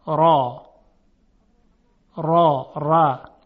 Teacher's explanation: در قرآن کریم در روایت حفص از عاصم، هر چه را باشد که مفتوح باشه یا بعدش الف باشه اینها حتما تفخیم میشن